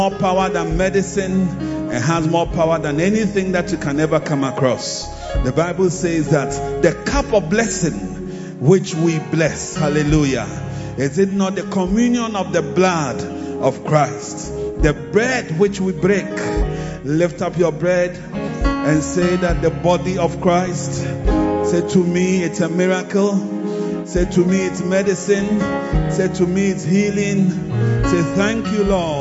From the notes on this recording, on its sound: Preached at the Victory Secrets Service 1 - The Makarios Cathedral, HQ